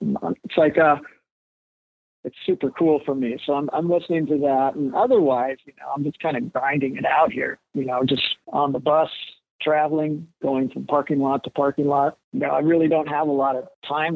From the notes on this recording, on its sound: Although the original intent was to do a video interview, it just didn’t happen. After several attempts to get it to work, we settled on just doing an old-school phone interview.